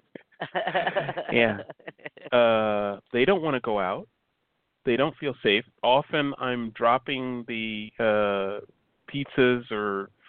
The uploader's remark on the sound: called